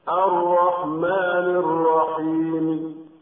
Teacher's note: الوجه الرابع بالروم مع المد بمقدار حركتين